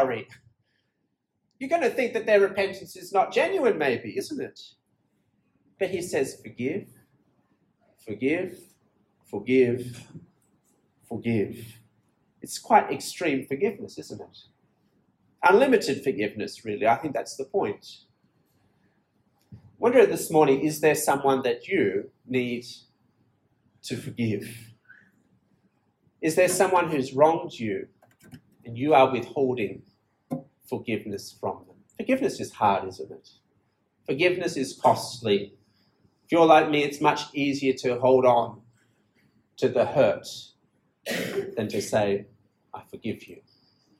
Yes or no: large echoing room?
yes